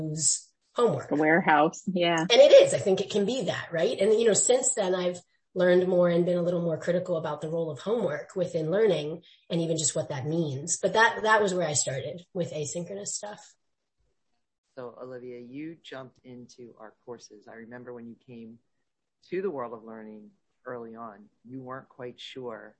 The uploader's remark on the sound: my microphone was on low… it’s not your hearing.